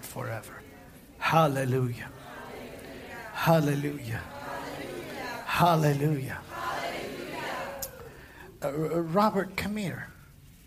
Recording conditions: live audience